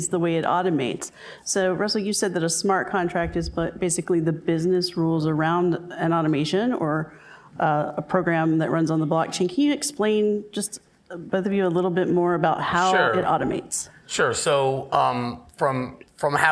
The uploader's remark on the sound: This week’s podcast is from the BAS panel discussion. Bank Automation Summit.